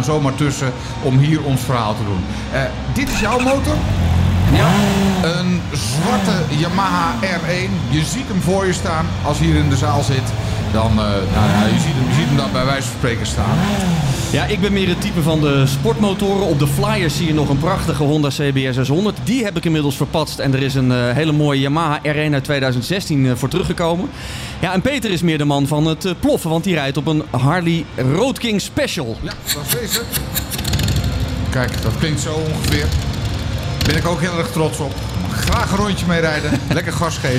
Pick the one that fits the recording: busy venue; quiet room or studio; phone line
busy venue